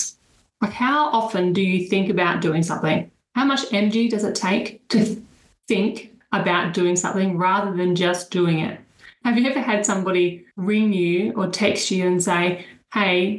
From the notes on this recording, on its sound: An inside listen to the latest Webinar. This recording is the audio extractred from the webinar.